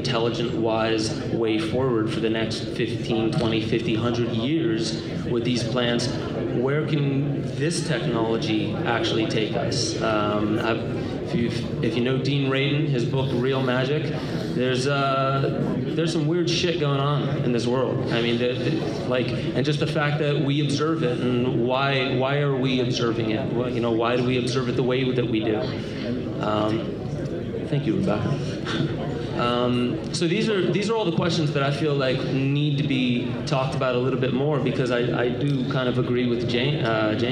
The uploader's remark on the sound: Taped live at the first ever Los Angeles based psychedelic symposium (LAPSS)